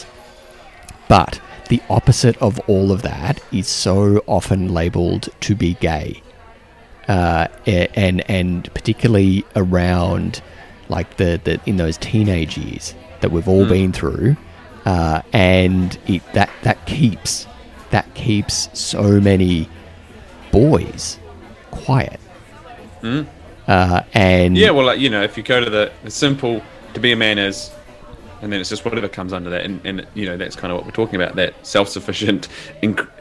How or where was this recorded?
busy venue